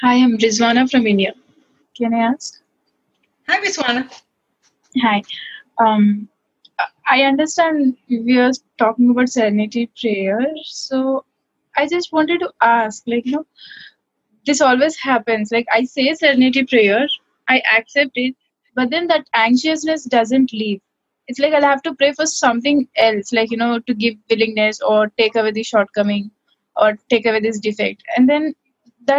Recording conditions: video call